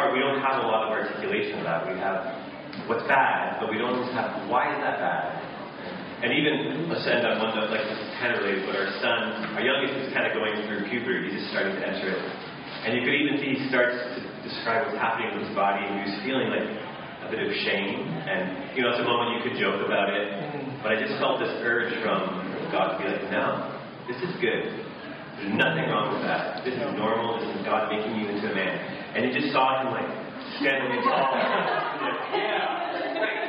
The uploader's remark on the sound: This week's episode features audio from a workshop